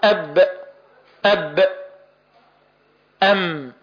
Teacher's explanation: حدث تصادم بين الشفتين العليا والسفلى فخرج حرف الباء والميم